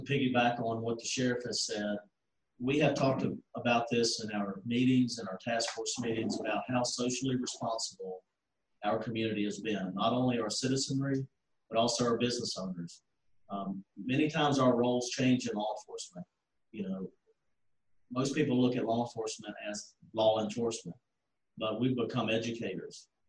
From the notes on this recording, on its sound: COVID-19 Virtual Town Hall meeting.